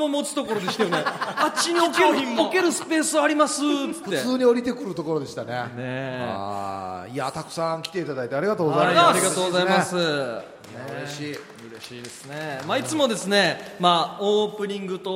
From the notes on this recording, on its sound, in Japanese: 公開収録ほぼノーカット版。最初で最後の公開収録のほぼノーカット版です。大盛り上がりの会場の雰囲気を余すところなくお伝えしたかったのですが。